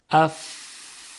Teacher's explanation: میبینیم که هیچ گونه لرزشی احساس نمی کنیم · الان حنجره ارتعاش داره، یعنی تارهای صوتی دارن مرتعش میشن و لرزش دارن، اما در صدای ف اف میبینیم که صرفاً یک هوایی است که از دهان خارج میشه و هیچ ارتعاشی در تارهای صوتی وجود نداره